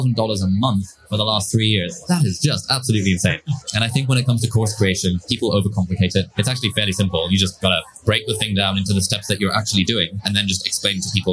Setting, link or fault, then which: setting, busy venue